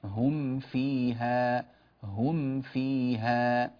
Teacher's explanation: بعد أن نطبق شفتينا تماما على الميم ونظهرها تماما نفتح للفاء فنقول هم فيها، هم فيها.